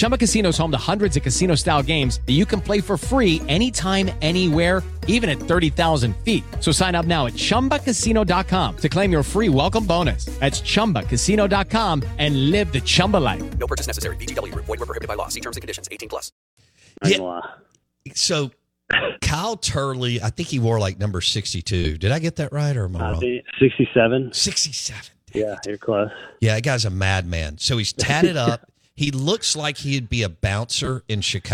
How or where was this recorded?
phone line